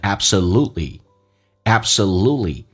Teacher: T 可以不发音，气流阻塞一下，因为前面是元音